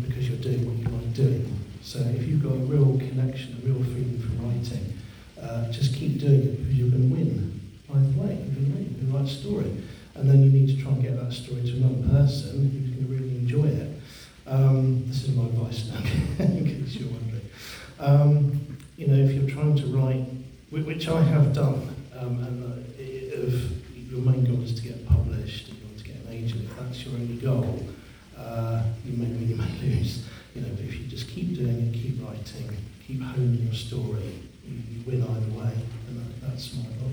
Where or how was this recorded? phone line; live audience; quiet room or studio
live audience